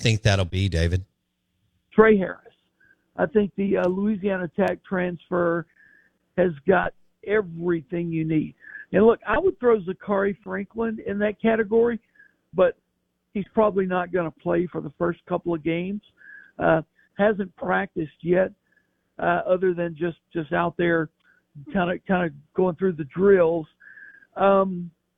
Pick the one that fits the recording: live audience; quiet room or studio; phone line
phone line